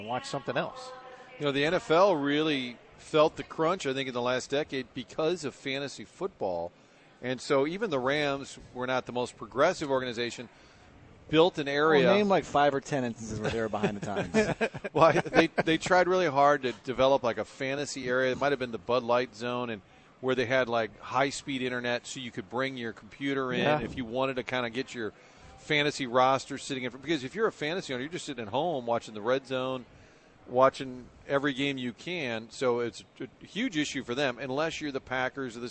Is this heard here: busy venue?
yes